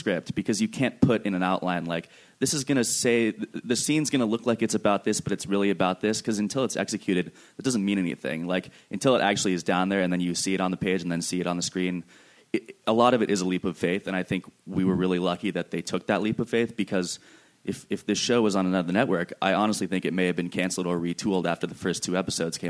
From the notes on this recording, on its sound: A double-header recorded at ATX, a Television Festival this year. Recorded at ATX Television Festival on June 11, 2016.